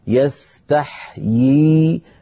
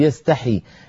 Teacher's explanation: من جملة ذلك بدأت التلاوة بقوله تعالى إن الله لا يستحيي أن يضرب مثلا ما، يستحيي وزنها أيها الإخوة يستفعل، يستحيي يستفعل، فآخرها ياء، ياء مكسورة وياء ساكنة مدية · Shown in: first take